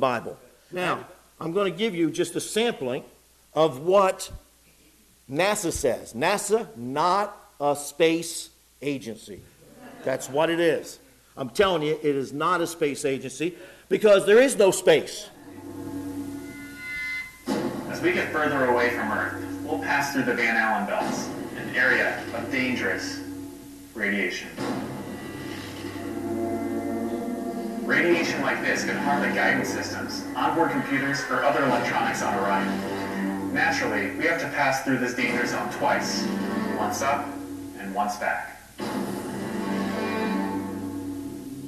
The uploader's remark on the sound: It was preached in the evening service